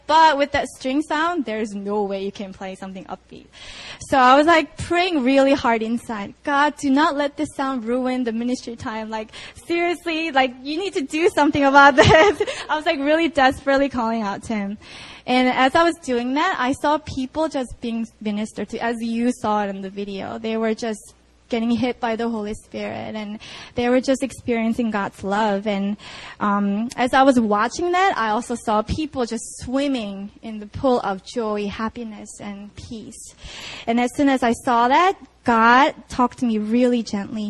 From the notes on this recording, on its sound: Sunday Service (Itaewon Campus 4pm)